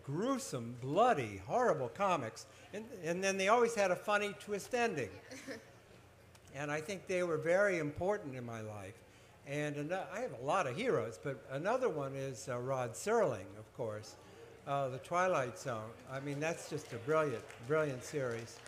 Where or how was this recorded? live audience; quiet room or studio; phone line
live audience